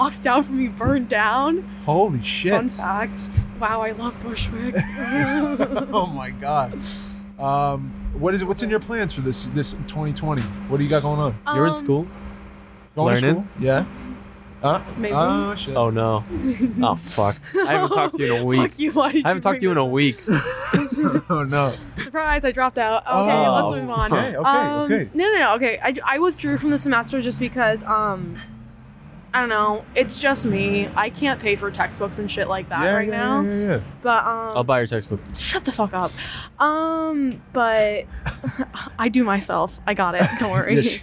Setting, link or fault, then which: setting, busy venue